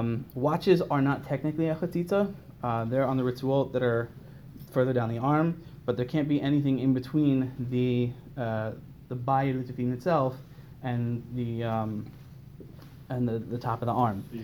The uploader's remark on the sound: was delivered to the Sephardic Minyan at Lower Merion Synagogue in Lower Merion, PA.